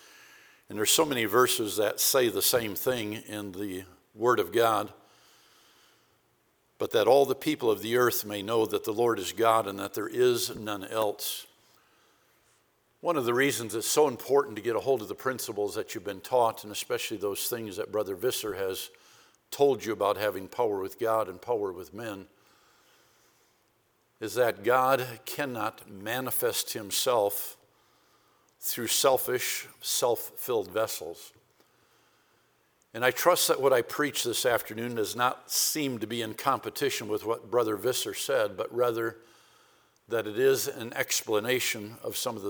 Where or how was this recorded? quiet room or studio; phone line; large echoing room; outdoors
large echoing room